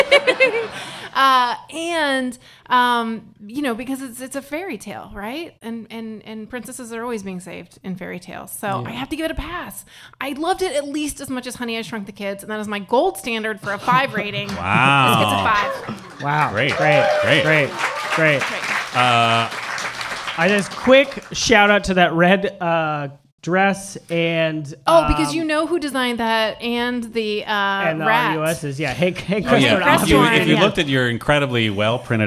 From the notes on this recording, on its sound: Live from Trylon Cinema in Minneapolis in front of a live audience!